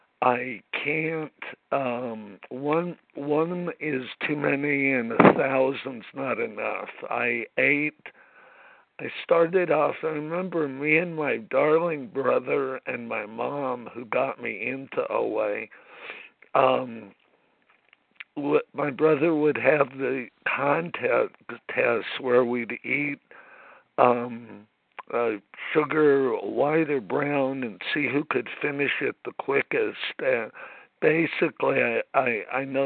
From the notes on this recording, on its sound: 100 Pounders Phone Meeting